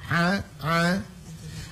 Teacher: huruf ain dan huruf ha kan makhrajul hurufnya di tengah tenggorokan. Maka membacanya kasih sempit ke sana sedikit itu tenggorokan.